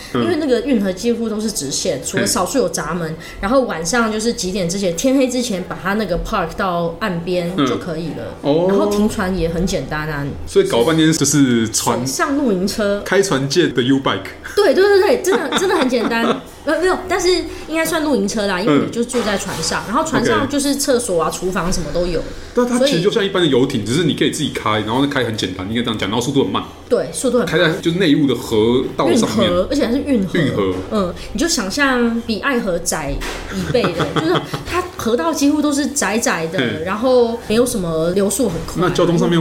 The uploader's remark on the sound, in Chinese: 本集白噪音指數：蚊風級 1/5。錄音地點： The Gathering Cafe 齊客咖啡。